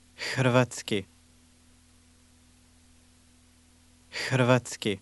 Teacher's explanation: This word begins with a sound something like a breathy English letter H.